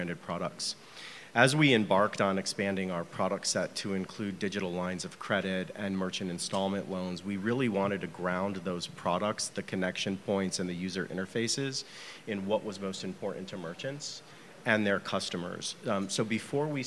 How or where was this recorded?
busy venue